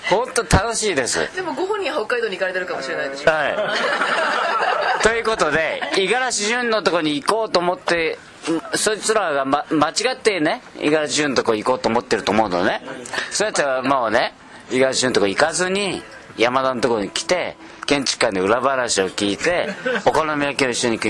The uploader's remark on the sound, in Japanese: 日本建築学会大会（東北）の後、仙台のいろは横町にて収録が行われました。仙台の壱弐参（いろは）横丁ゆきむらにて。